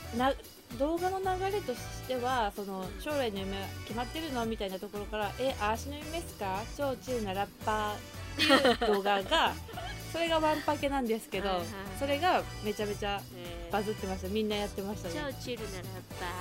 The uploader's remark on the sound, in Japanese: 工事の音にもめげない声で！家の前では工事を行なっており。雑音が入ってくるやもしれません。